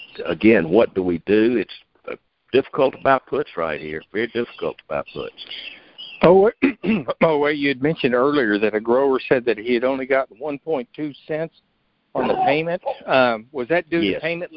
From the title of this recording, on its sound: Monthly Conference Call